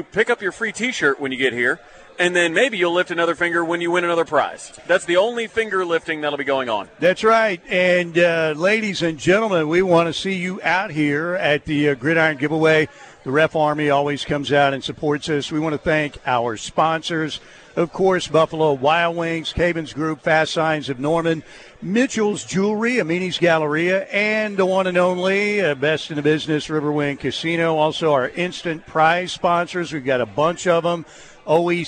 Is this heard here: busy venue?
yes